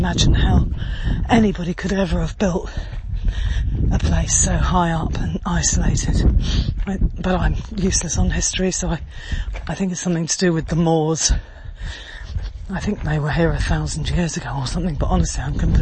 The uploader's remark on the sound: Walking talking audio podcast. Sound’s a bit fuzzy some of the time, mainly because I’m out on a hike over rugged ground and very steep hills, and am rather out of breath! The beautiful countryside of the Axarquia.